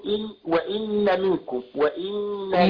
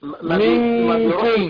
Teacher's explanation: يبقى النون في حاله الاخفاء بتبقى من الخيشوم بخلاف مخرجها خالص